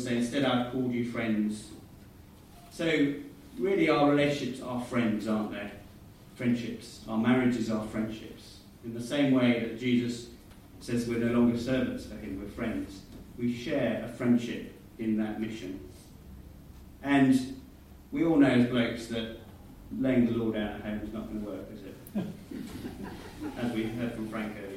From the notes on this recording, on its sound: Sound quality below normal, was recorded from alternative source.